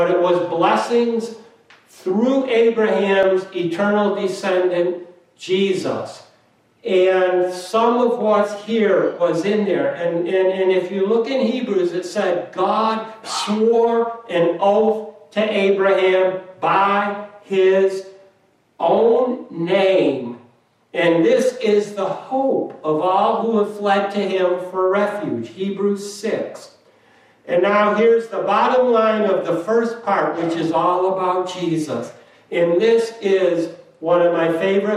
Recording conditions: large echoing room